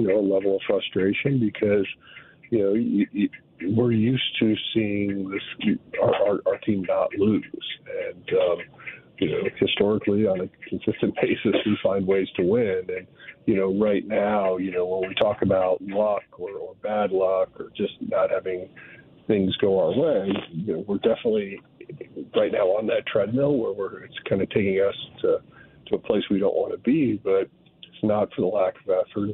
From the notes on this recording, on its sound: this morning from the team bus